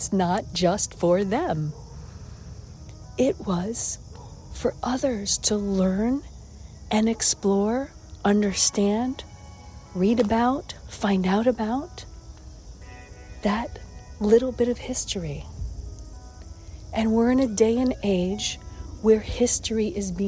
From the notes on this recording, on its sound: Walk and Talk